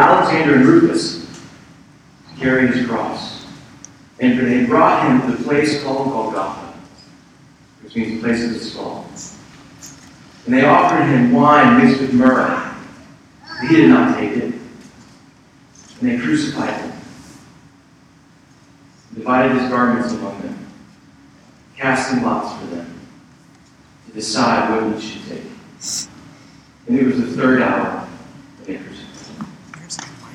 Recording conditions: poor sound quality